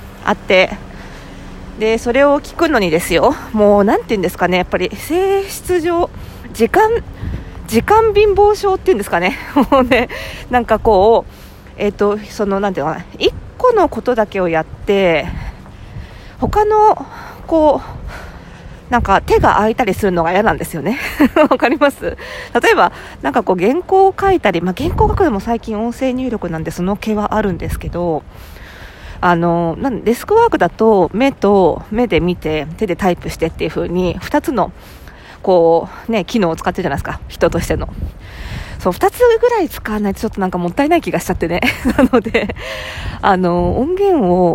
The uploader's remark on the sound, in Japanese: 久々の屋外収録！本日は久々に外で収録してみました。初夏の目黒川沿いを歩きながら。